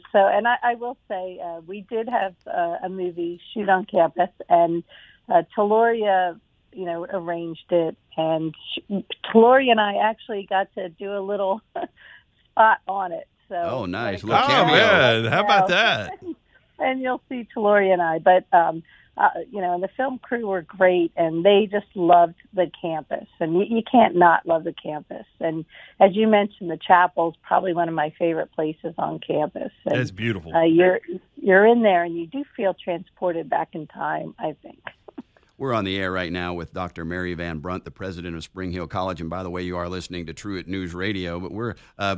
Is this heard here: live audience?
no